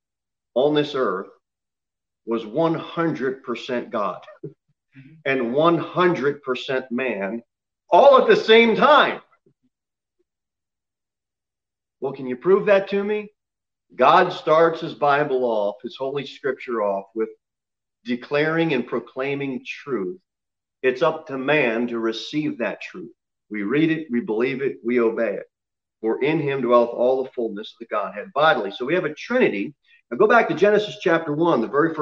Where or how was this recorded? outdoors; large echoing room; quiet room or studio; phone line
large echoing room